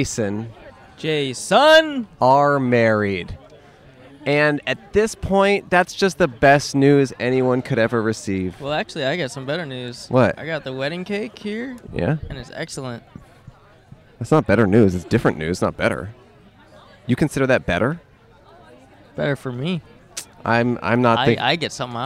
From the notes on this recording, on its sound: Recorded on 7/17/21 at Riverbed Farm in Anaheim, California.